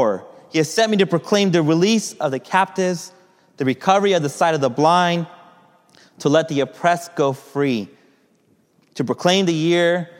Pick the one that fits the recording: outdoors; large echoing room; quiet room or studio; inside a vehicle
large echoing room